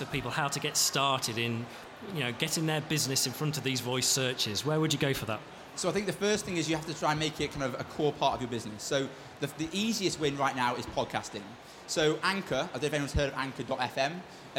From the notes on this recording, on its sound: Expo East 2018 discussion panel